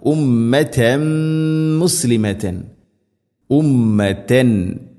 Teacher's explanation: ഉമ്മതൻ മുസ്ലിമതൻ ഉമ്മതൻ തൻ തൻവീന് ശേഷം മീം തൻവീനിനെ മീമിലേക്ക് കൂട്ടി ലയിപ്പിച്ച് മണിച്ചുകൊണ്ട് ഉച്ചരിക്കണം